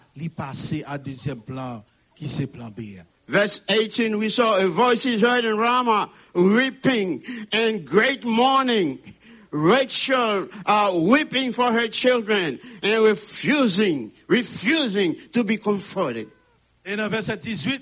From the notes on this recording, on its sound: Sunday Service Live.